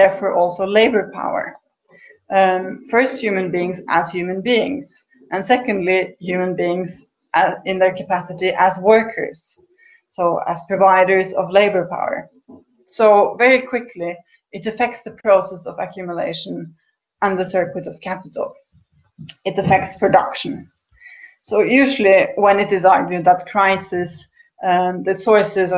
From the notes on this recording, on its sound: This is part of a webinar series co-organised by the SOAS Department of Economics and the SOAS Open Economics Forum.